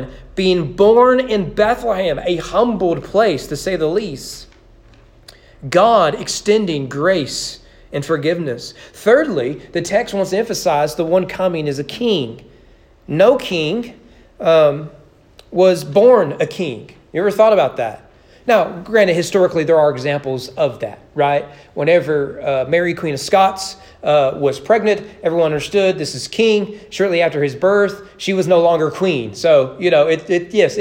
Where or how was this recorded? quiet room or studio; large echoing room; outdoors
large echoing room